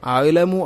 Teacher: ഹംസ തൊണ്ടയുടെ ഏറ്റവും അടിഭാഗം, ഐൻ തൊട്ടുമുകളിൽ തൊണ്ടയുടെ മധ്യഭാഗം, അതുകൊണ്ട് അഅലമു എന്ന് കൃത്യമായിട്ട് ഉച്ചരിക്കണം.